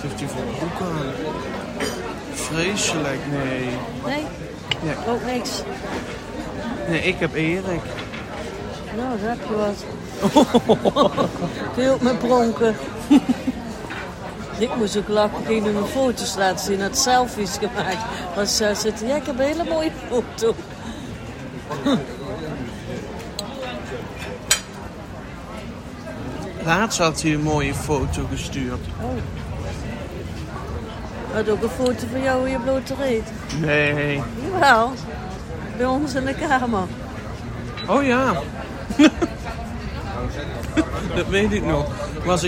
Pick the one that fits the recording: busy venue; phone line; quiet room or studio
busy venue